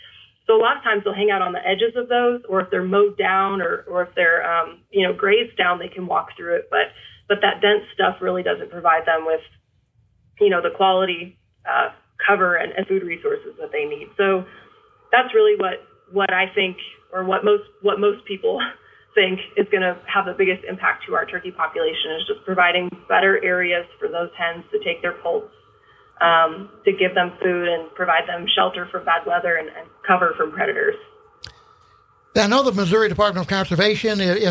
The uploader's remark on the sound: call in from Kansas